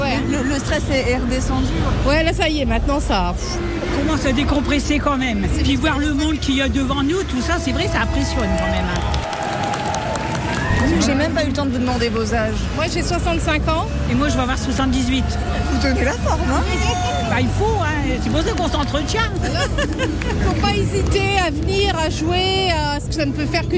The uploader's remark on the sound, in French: Sur la scène de la finale nationale